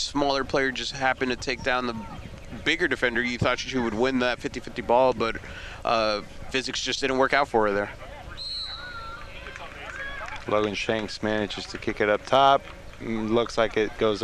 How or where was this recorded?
outdoors